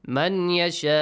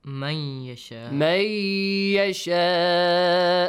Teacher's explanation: So you produce a nasal sound, Plus, you merge the sound of noon into ya, and it changes to a double ya · Shown in: second take · Term: idgham, with ghunna